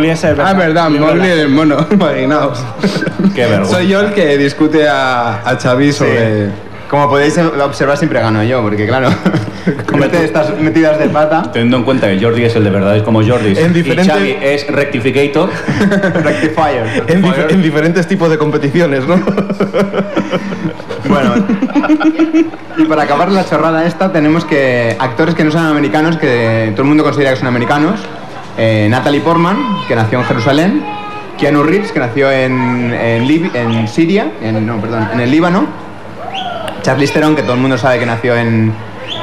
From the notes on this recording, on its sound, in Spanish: En este caso se trata del podcast que realizamos de cara al público. Disculpar los problemas que pueda haber con el audio, pero es lo que tiene grabar en medio de la calle. También os adjuntamos un pequeño vídeo aprovechando que teníamos un streaming de 4 cámaras en el stand.